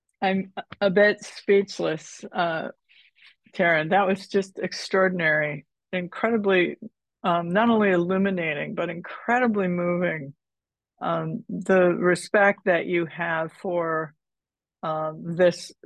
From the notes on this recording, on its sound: took place live on Zoom